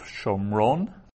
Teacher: So Shomron, Ron is the accented syllable. Okay, so that's the most important accent in the verse.